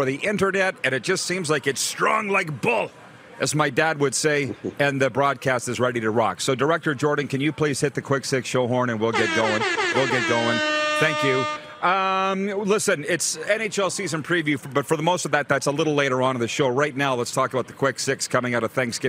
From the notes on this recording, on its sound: LIVE AT THE POMPANO BEACH HOUSE IN FLORIDA!